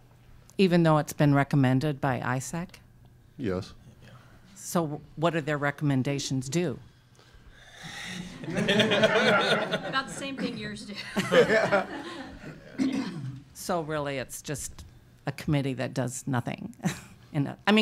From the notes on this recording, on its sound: LWV Legislative Forum. Audience able to ask questions.